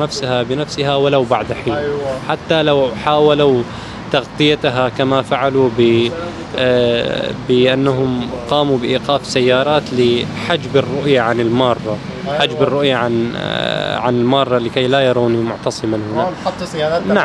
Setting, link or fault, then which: setting, outdoors